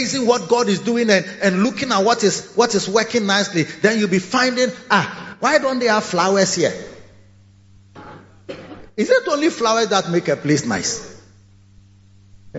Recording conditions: large echoing room